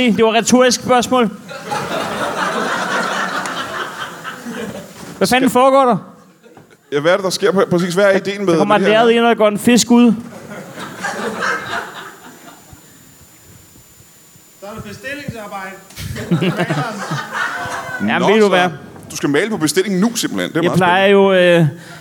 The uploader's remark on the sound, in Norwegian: LIVE fra Comedy Zoo